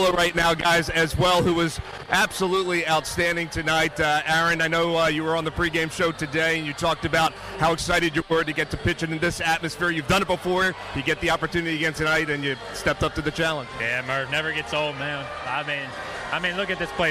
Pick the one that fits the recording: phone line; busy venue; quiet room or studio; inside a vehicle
busy venue